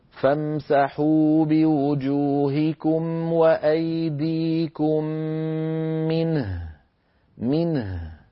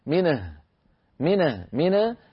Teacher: هنا بحاجة إلى شيء من الاعتناء حتى تبقى النون ساكنة وتبقى الهاء ساكنة ويأخذ كل حرف من هذين الحرفين حقه من الصفات. النون حقها البينية، والهاء حقها الرخاوة · Shown in: first take · Term: بيان النون والهاء